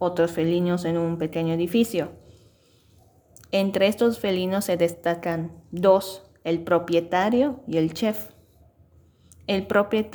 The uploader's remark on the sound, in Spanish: Disculpen si no tiene buen sonido el video; por el momento estoy grabando con la grabadora de voz integrada a mi teléfono.